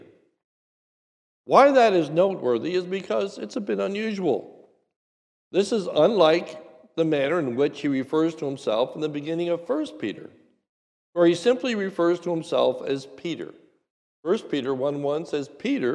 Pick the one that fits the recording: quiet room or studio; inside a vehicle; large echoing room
large echoing room